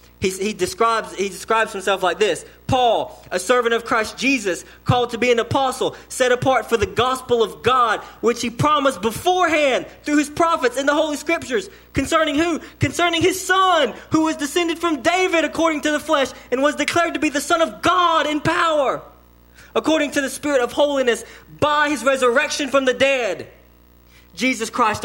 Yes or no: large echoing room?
yes